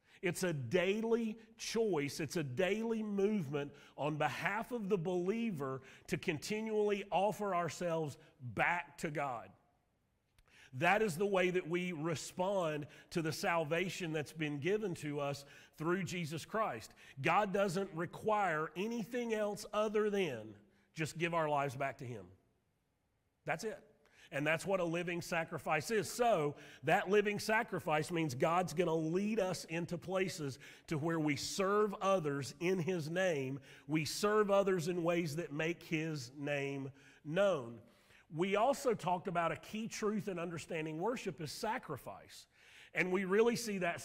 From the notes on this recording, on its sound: Sermon audio from Mission Church in Locust, NC.